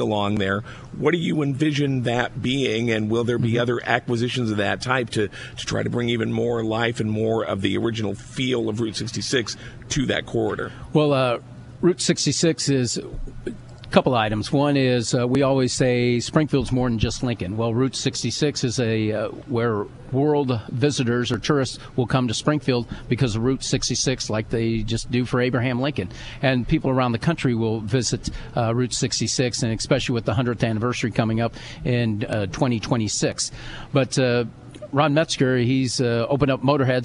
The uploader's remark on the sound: live from the Abraham Lincoln Presidential Museum